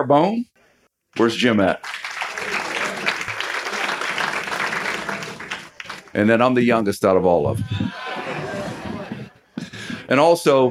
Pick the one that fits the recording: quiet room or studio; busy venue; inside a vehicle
busy venue